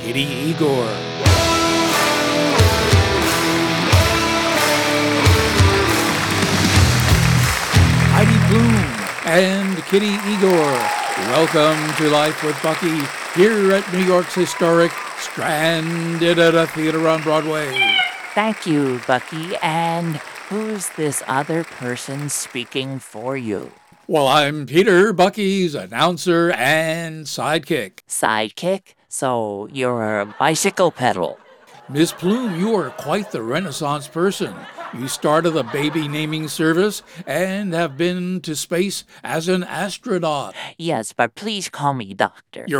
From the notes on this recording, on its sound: Live from the Stranded Theater in New York City.